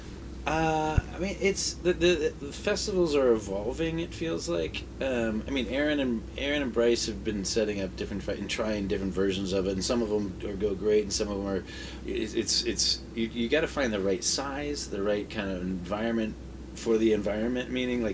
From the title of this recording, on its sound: live from the Homecoming Festival